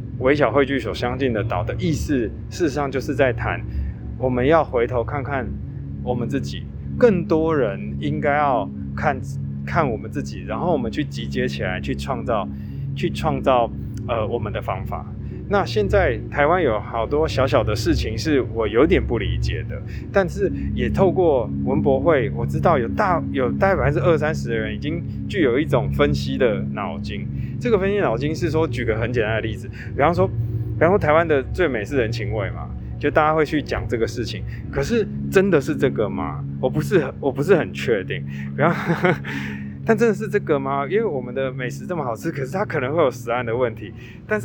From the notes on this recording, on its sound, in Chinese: 直擊文博會現場！講到一半展場竟然打雷？也可以感受一下每個場館的環境音！